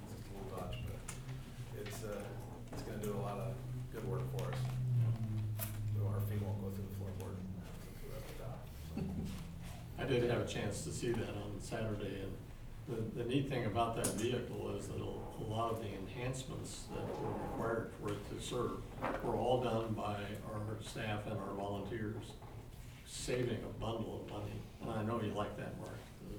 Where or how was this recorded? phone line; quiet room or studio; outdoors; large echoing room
large echoing room